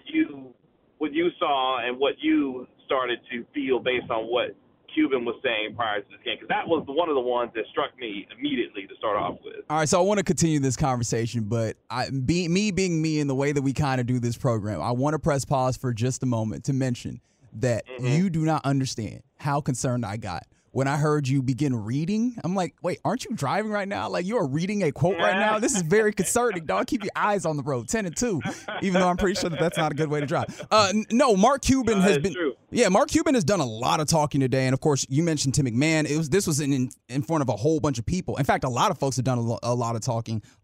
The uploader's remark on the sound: on the Phone